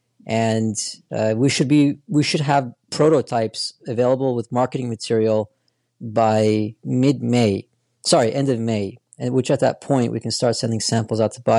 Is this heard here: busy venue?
no